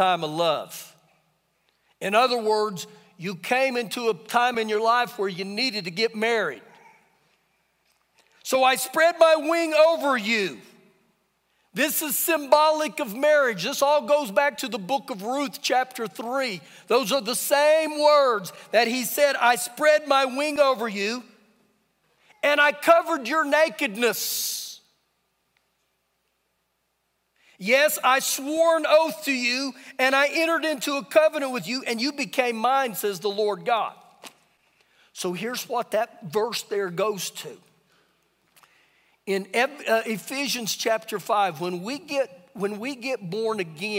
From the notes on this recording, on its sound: Recorded live during our Sunday morning service